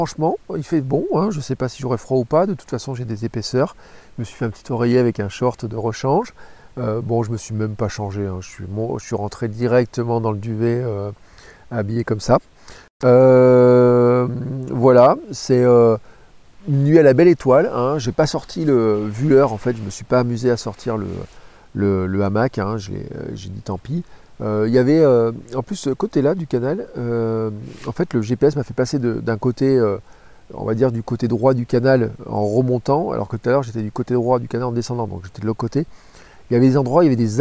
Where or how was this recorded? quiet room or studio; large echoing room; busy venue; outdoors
outdoors